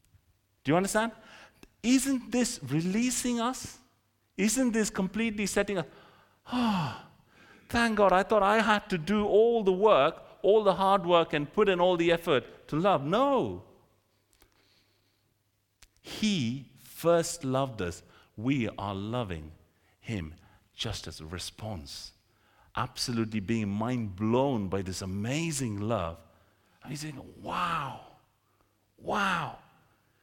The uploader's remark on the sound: This sermon was recorded on Sunday 21st January 2024 at our Great Denham venue.